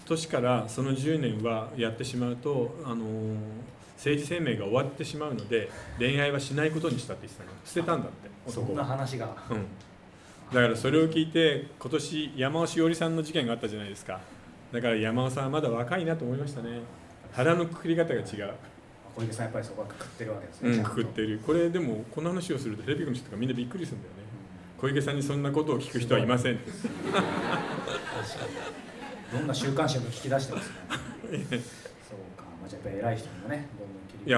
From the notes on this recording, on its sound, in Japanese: 10月公開収録。10月5日横浜で開催された公開収録。